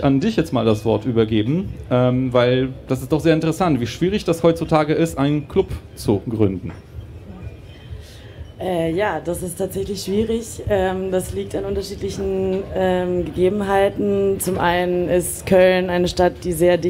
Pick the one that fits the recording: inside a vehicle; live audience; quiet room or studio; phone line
live audience